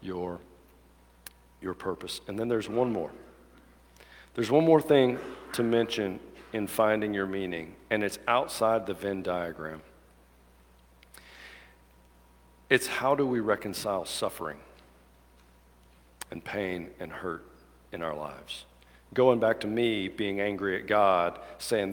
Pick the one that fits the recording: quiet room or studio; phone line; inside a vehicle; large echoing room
large echoing room